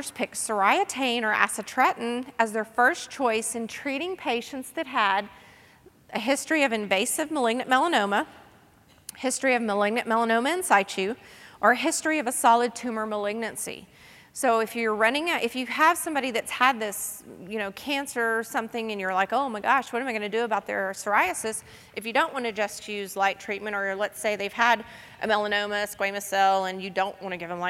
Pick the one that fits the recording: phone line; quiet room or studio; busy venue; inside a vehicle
busy venue